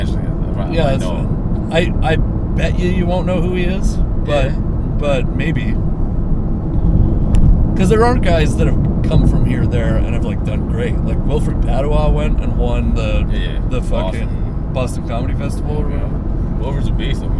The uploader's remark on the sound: This conversation takes place on a drive down to Washougal, Washington